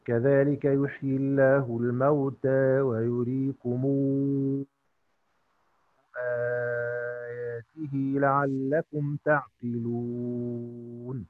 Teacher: يبقى أتينا على التقليل بتوسط البدل مع التوسط في العارض، وممكن نمد العارض كمان.